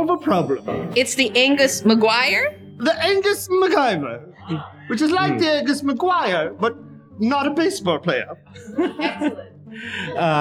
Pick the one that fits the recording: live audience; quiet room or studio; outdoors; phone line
live audience